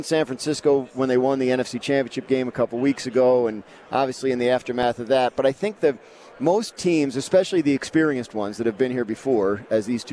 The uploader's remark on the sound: Live from Radio Row in Las Vegas. The build-up to Super Bowl 58.